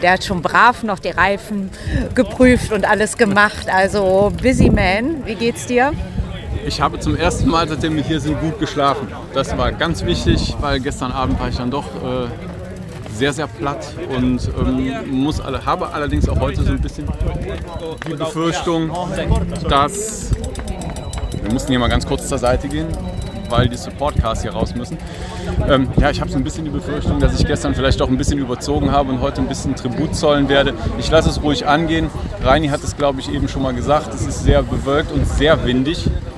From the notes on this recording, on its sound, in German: 4-Stages im Club la Santa - Etappe 2 - La Vagueto - XC C3. Die zweite Etappe des 4-Stage Mountainbike Race Lanzarote, im Club la Santa ist Geschichte. Berichten auch heute wieder live von der Etappe.